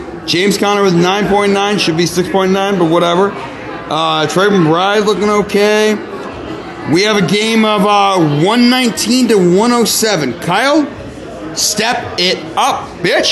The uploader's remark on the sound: live from blue light in SF!